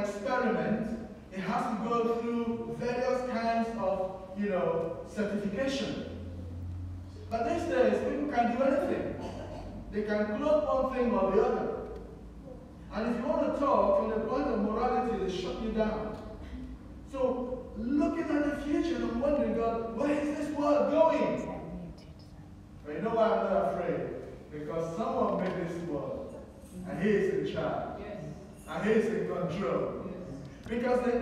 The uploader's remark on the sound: We encountered major technical issues with our sound system during this broadcast. The scriptures were re-recorded after the service due to the sound system dropping out completely during that part of the service.